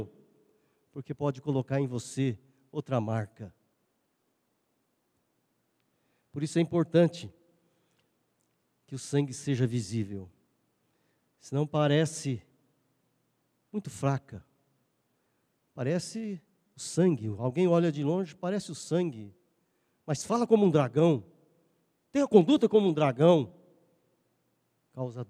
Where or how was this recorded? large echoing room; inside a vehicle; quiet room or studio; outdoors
large echoing room